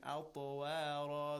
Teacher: the ruling of قَلْقَلَ، the echoing sound of طَ. أَطْوَارًا، again, رَا is a تَفْخِيم.